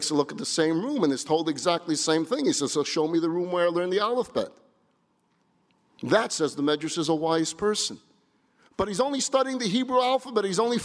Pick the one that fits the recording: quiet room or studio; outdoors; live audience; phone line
live audience